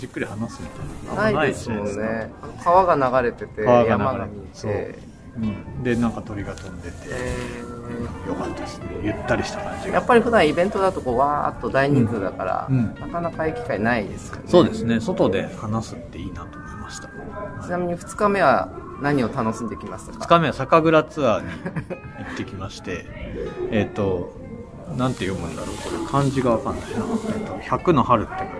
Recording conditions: busy venue